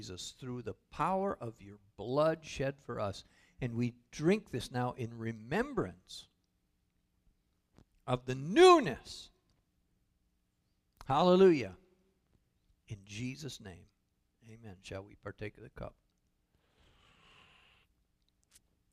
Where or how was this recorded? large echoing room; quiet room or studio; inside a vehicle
large echoing room